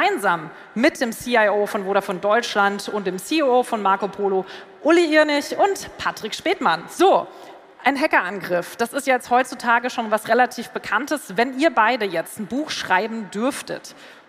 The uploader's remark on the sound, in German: Diese Bonusfolge ist ein Mitschnitt des Panels. Auf der Vodafone Red Stage der OMR. In Hamburg.